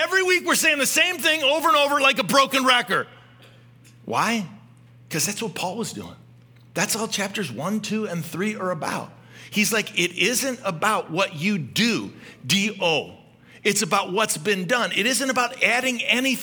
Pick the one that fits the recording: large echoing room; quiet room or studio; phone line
large echoing room